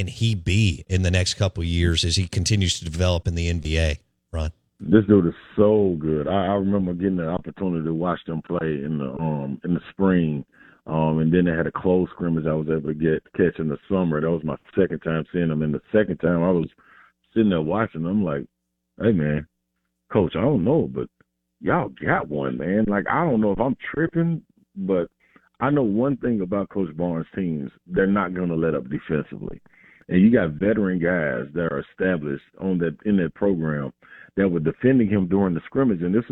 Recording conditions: phone line